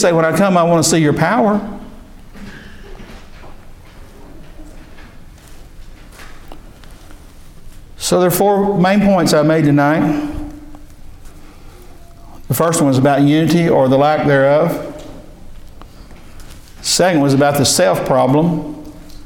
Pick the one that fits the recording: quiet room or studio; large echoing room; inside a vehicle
large echoing room